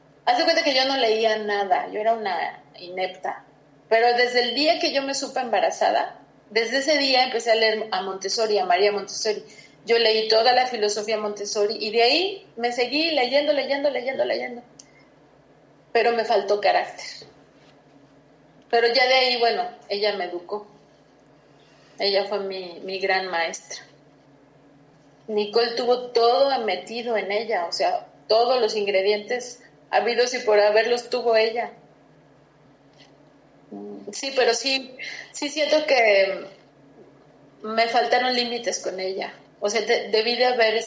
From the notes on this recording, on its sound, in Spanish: Hicimos este podcast por video llamada, por eso el sonido no es claro. Ella está en Suiza.